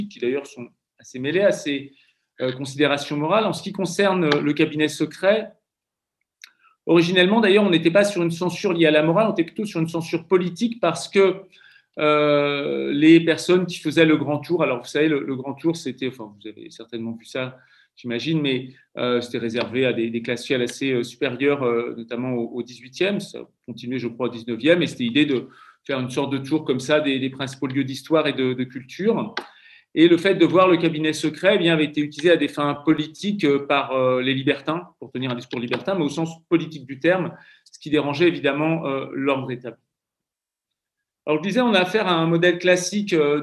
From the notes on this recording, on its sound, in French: Enregistré sur Zoom le 4 février 2021